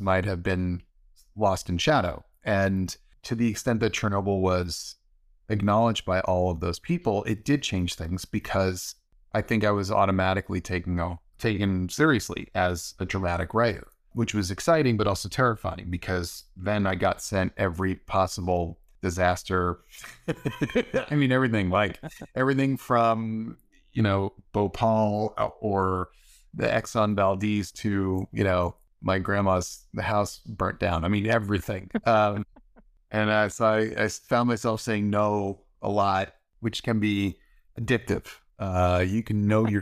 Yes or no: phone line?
no